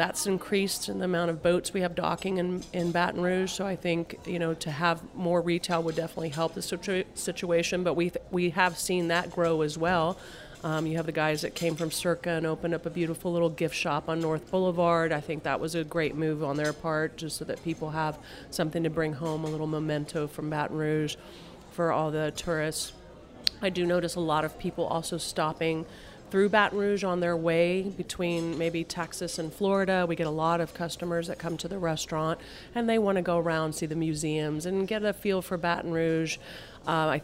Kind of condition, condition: setting, busy venue